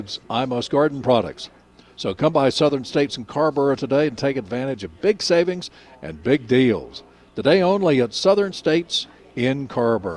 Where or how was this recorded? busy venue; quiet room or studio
busy venue